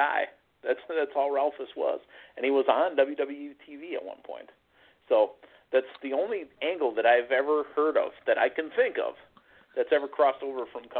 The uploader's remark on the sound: taking your LIVE phone calls